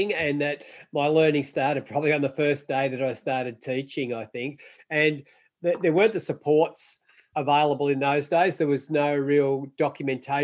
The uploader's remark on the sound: This episode is a recording of a live webinar in January 2021. The webinar series was part of Tradewind Australia’s ongoing professional support for CRTs.